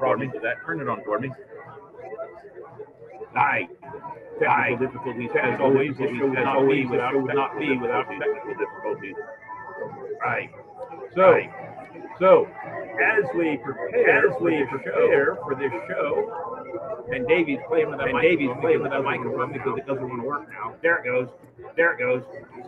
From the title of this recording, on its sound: Live on Location at Dicks Wings 2023!